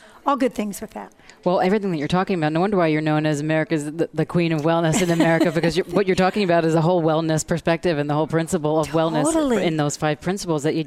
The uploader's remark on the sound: Broadcast Live form the Largest Women's conference in the USA!